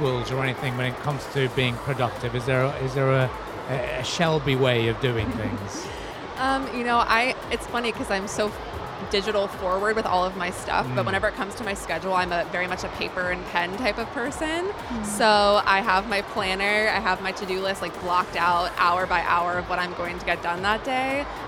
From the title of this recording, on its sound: Live at SIBF 2023